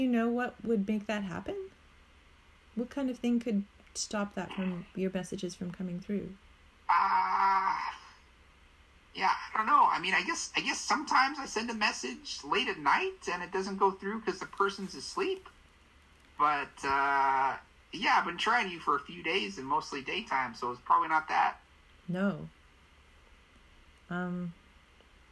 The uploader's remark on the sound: Technology continues to be unhelpful from an audio quality and game flow perspective.